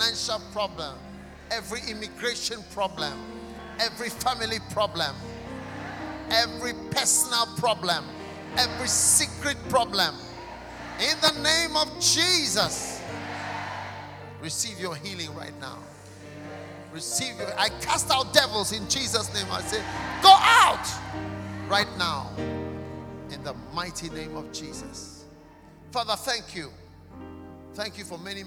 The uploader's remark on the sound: Preached at a Healing Jesus Service on the 25th of June in London